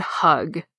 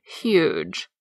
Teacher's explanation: That H is made by just letting air flow past your vocal cords down in your neck. The H in huge, though, is made by raising the body of your tongue up close to your palate and forcing air through that constriction. · Shown in: second take